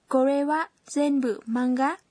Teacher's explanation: Vì thế bạn nhất định phải lên giọng khi nói để không bị nhầm là câu khẳng định.